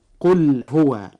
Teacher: اللام في قل جاء بعدها حرف الهاء، فيجب إظهارها · Term: الإظهار